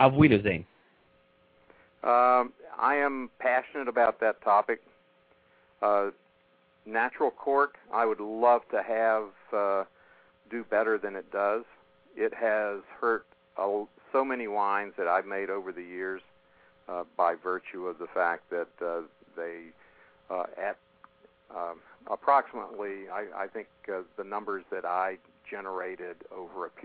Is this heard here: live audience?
no